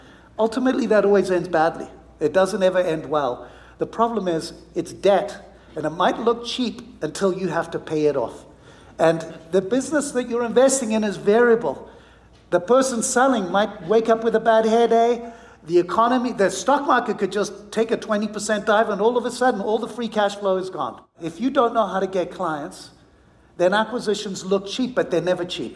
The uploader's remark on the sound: on stage earlier this week at the inaugural Wealth/Stack Conference in Scottsdale, Arizona